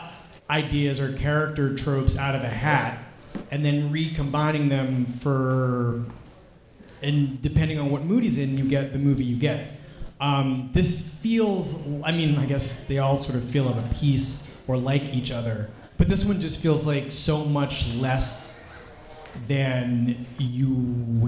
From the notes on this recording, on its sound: NYFF 2017 Live Roundtable. At the conclusion of the 55th New York Film Festival, Film Comment gathered together a panel of contributors and critics for one final live roundtable.